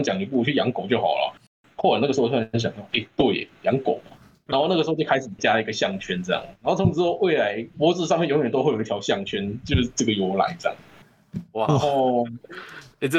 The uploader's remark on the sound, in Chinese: 本集由於是線上錄音 音質可能稍差一些。